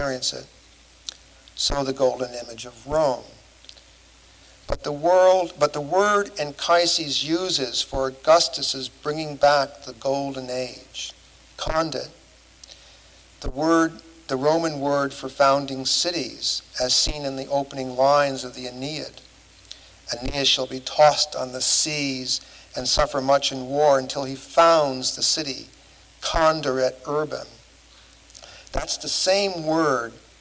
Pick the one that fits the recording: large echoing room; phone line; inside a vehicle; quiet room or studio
large echoing room